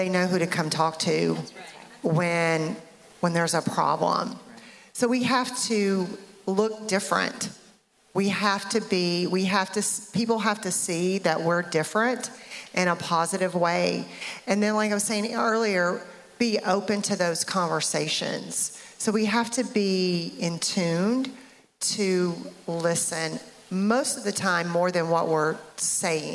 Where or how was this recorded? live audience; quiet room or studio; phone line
live audience